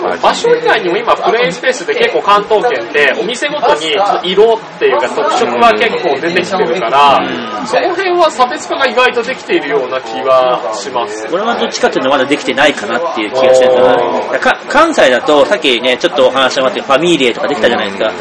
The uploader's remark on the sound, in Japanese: ゲームマーケット神戸2017前日会にて。お酒の勢いであれやこれや喋っちゃうよ！！